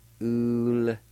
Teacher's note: In this word, the I with the L will be silent. You can pronounce the L with the U like this.